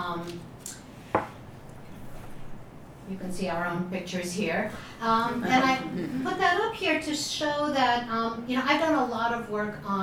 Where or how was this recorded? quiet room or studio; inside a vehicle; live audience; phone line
live audience